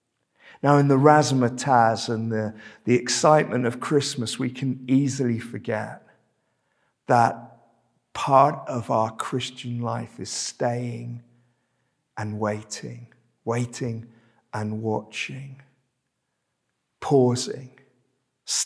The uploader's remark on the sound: This sermon was preached at Welcome Baptist Church on Sunday 20th November 2022.